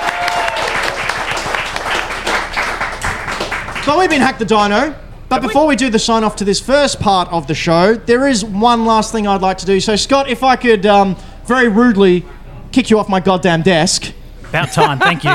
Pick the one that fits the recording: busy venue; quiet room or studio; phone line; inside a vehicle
busy venue